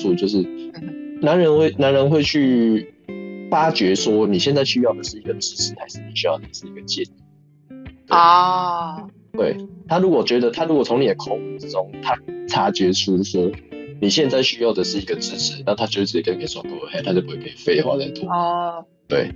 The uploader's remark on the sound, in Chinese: 第一次連線錄音，音質不穩請見諒